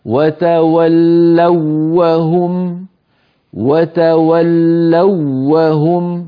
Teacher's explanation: وتولوا واو ساكنة قبلها مفتوح، يعني واو حرف لين وليست حرف مد